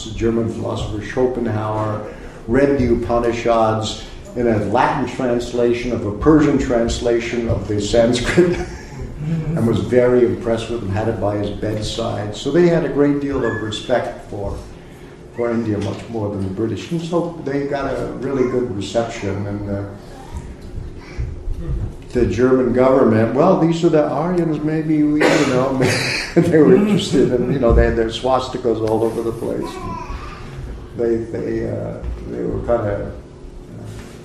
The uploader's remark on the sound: A Sunday Feast lecture at ISKCON of Philadelphia